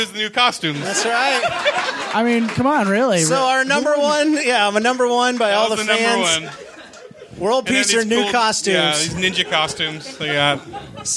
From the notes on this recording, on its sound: Panel Discussion from the Axeiversary Event. This is the audio captured from the Axeiversary event on January 27th at Meltdown Comics in Los Angeles, California.